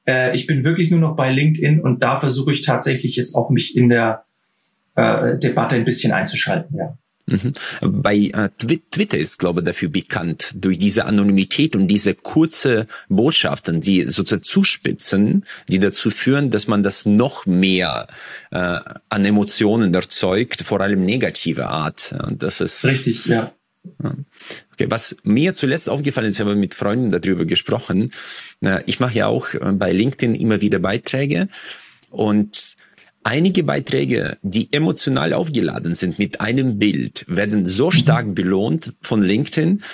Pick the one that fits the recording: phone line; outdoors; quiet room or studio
quiet room or studio